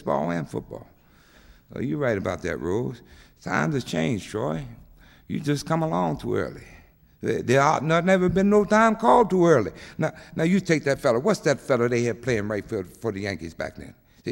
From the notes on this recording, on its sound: With a Poetry Center appearance. Participates in an extended audience Q & A.